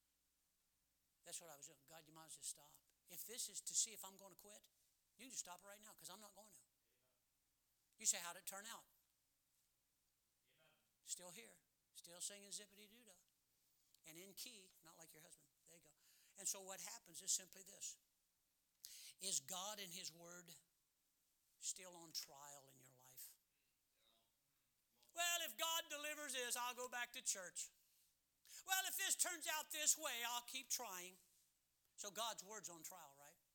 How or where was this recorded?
large echoing room